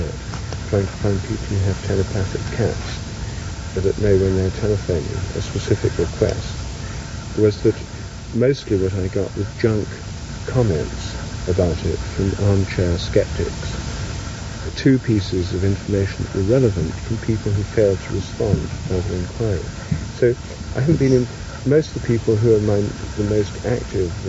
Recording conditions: outdoors